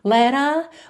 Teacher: não enrolam a língua, não dizem letter. E sim, letter, ou seja, alongam aí a última vogal, que vem antes desse R, para não mudar muito a nota